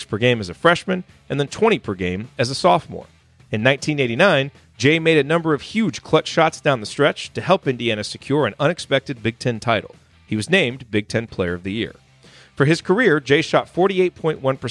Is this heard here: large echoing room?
no